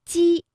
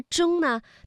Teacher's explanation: 它的最大特点是中部要隆起，舌尖要放松。而忠呢，它的声母是卷舌音，舌尖要卷起。 · Term: 舌面音